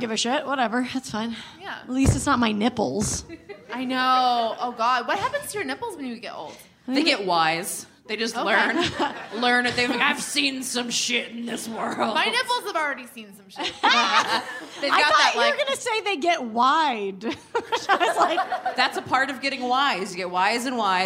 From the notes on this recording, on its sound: Live from Chicago! The ladies are live from Chicago's Promontory Theater for the Chicago Podcast Festival.